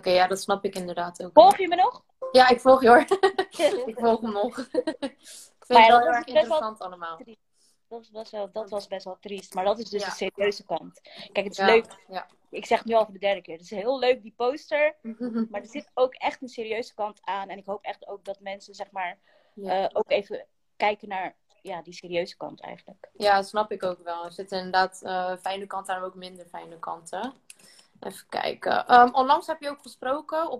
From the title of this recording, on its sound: Instagram Live